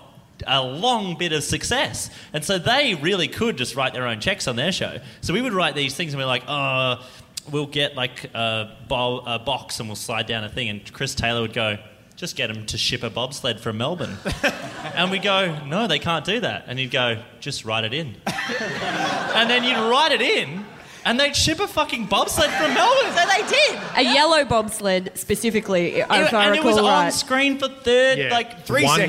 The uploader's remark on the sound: This is the audio from the Hungry Beast 10 year reunion show that we put on a couple of months ago.